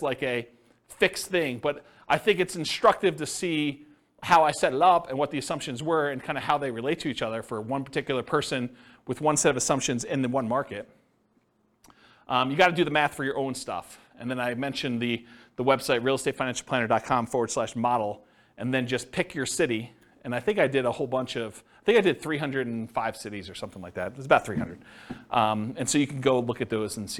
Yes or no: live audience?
yes